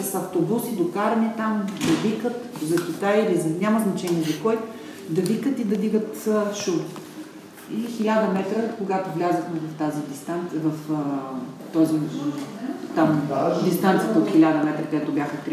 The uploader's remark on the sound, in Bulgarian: Моля да ме извините за притеснението при записа и страничния шум.